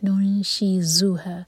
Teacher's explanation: یہ جو ہے زا ہے، یہاں پر بزنگ ساؤنڈ آنا چاہیے